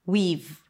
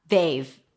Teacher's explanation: So have turns into v.